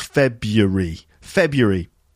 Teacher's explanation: certainly in Britain, when they say that word quickly, they actually make it three syllables